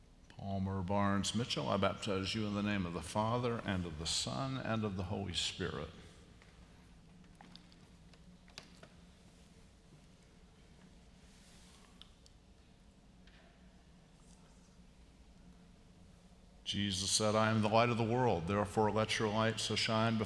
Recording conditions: large echoing room